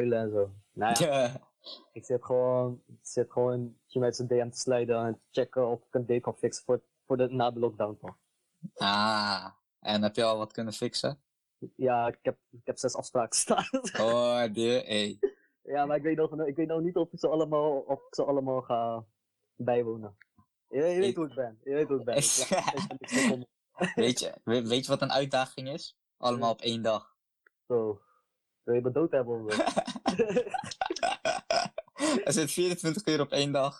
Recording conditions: video call